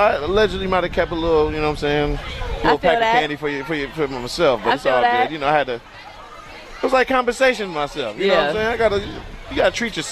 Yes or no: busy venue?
yes